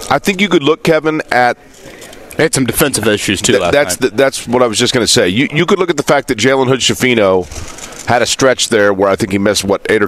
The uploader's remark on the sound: LIVE at the NFL Combine